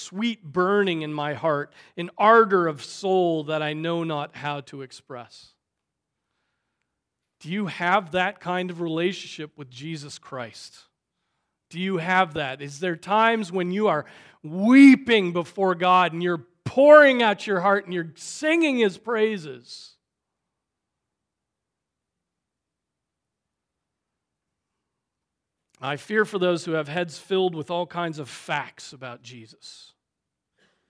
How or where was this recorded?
large echoing room